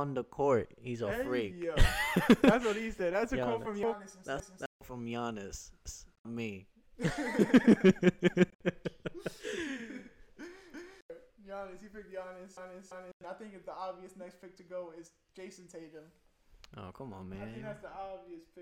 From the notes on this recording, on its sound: sorry for the technical difficulties